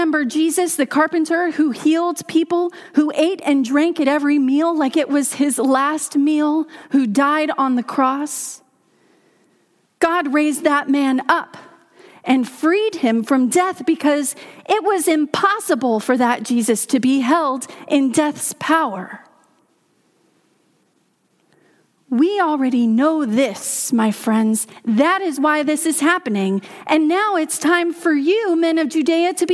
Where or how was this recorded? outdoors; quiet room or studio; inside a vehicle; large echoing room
large echoing room